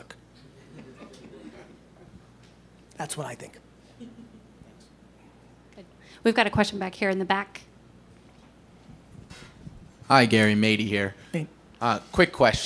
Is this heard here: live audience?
yes